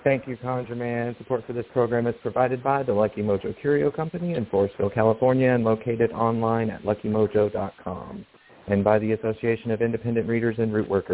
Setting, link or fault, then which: link, phone line